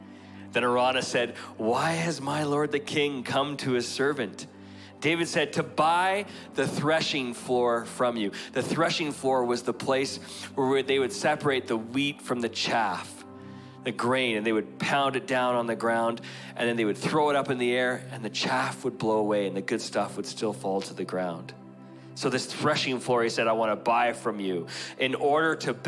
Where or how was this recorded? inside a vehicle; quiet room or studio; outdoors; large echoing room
large echoing room